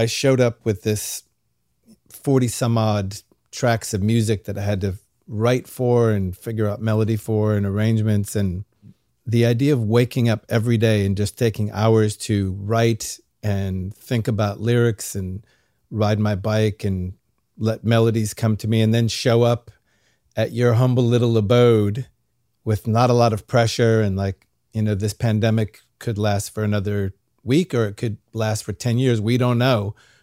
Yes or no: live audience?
no